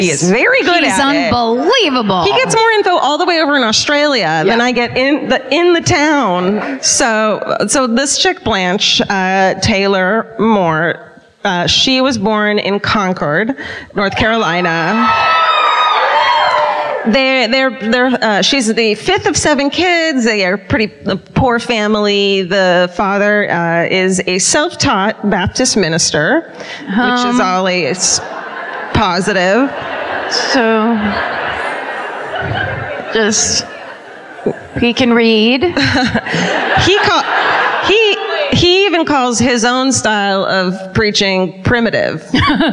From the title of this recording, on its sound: Live at the Belk Theater in Charlotte